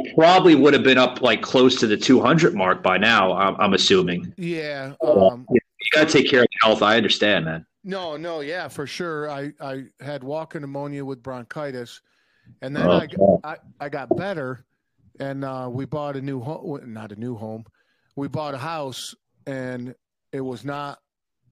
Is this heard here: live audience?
no